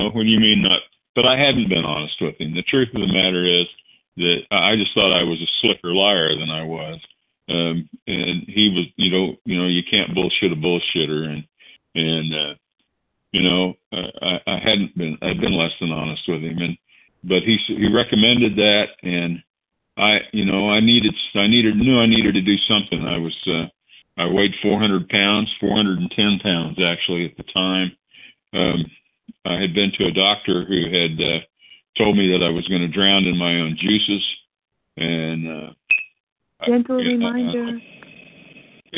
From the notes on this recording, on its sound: the 100 Pounders Phone Meeting, 7/15/23